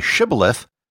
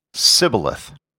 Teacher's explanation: The Ephraimites couldn't pronounce the sh sound because their language didn't have it. · Shown in: first take · When they tried to say shibboleth, they would say sibboleth.